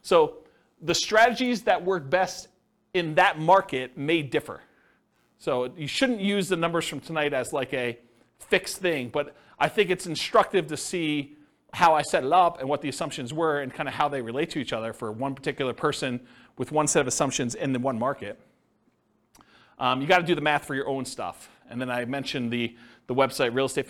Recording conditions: live audience